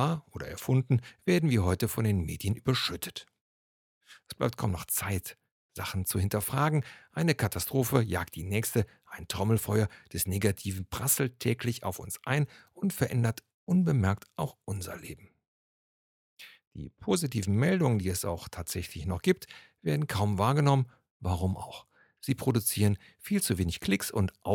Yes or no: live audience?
no